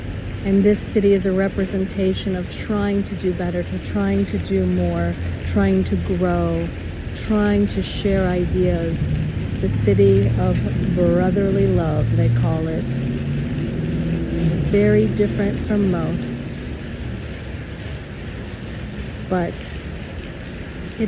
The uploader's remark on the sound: In the Old Town of Philadelphia, Pennsylvania, USA. This is a special on location Walk and Talk of our Mindfulness Summer Tour 2022.